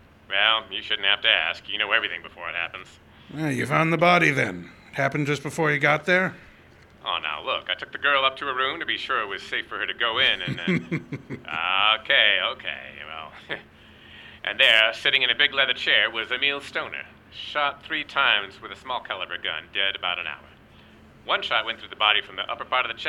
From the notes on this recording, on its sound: Recorded live and outdoors at the Pete Peterson Band Shell in Smokey Bear Park, Int’l Falls, Minnesota on August 3, 2022